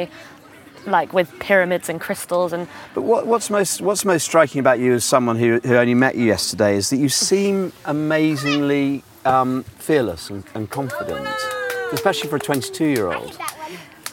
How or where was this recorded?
busy venue